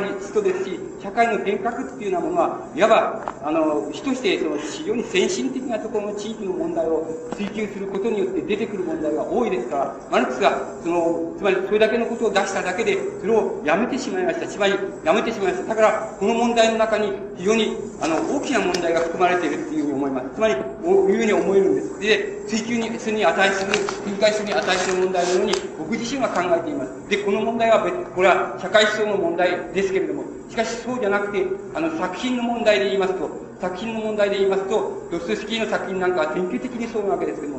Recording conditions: background noise